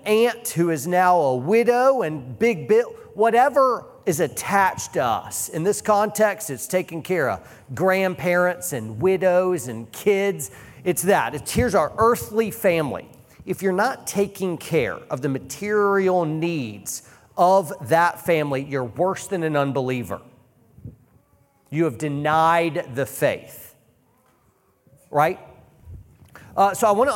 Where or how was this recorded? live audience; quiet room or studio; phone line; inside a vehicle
live audience